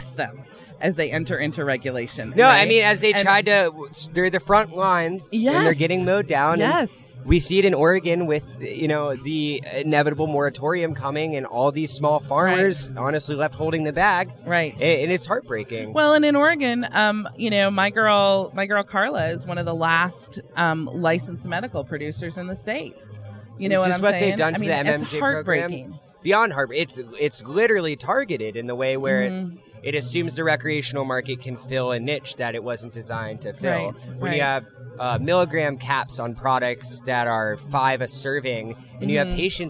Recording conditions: busy venue